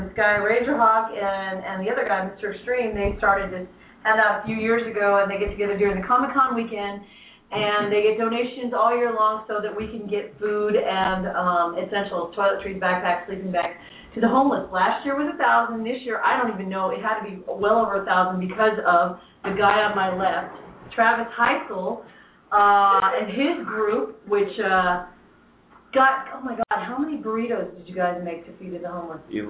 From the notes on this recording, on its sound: LIVE from Pirate's Landing, Utah!!